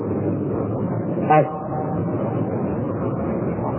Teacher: الثنايا كما تعرفون هي عليا وسفلى، فالصوت ينحدث بين الثنايا العليا والسفلى وطرف اللسان · Term: الصفير